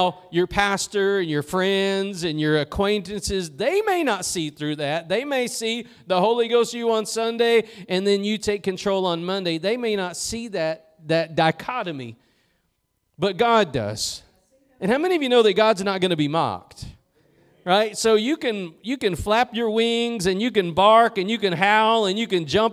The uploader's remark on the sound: Preached at Gospel Lighthouse in Bossier City, La.